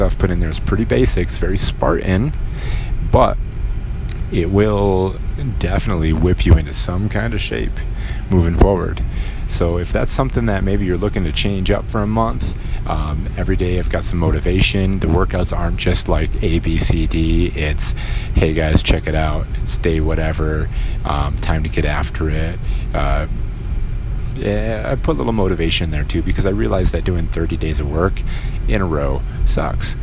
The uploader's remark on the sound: While I drive around town